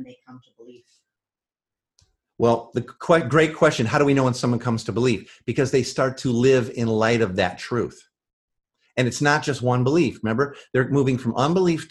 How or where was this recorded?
video call